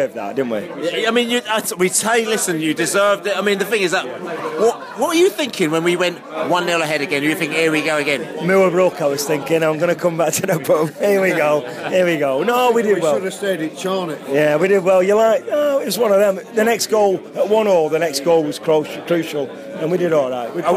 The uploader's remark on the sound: post-match podcast from the pub